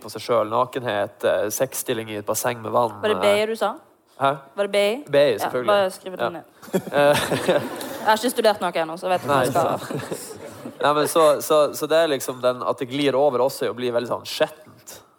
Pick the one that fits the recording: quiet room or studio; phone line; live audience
live audience